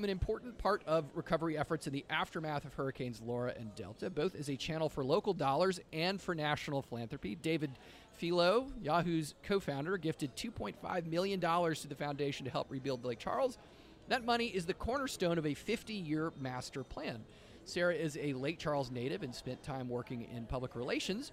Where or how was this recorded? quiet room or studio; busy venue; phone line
busy venue